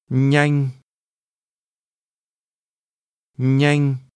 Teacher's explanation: Quickly is pronounced with a mid-level tone.